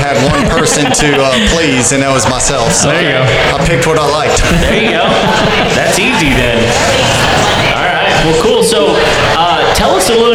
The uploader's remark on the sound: That time we did a live show. Live show at the Thistle Drafthouse in Spring TX.